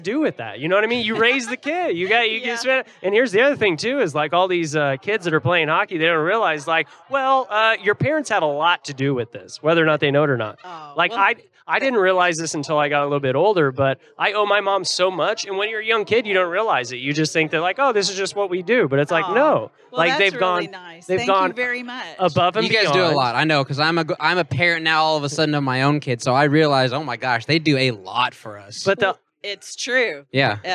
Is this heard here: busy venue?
yes